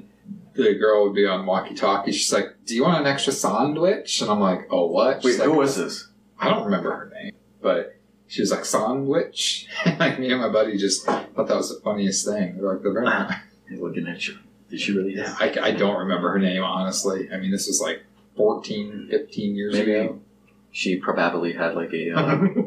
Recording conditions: poor microphone